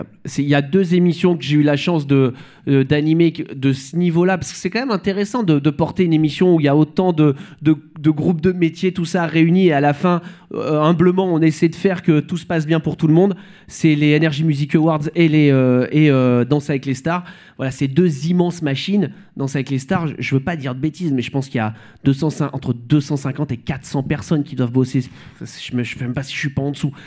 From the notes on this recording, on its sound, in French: Cet épisode a été enregistré en public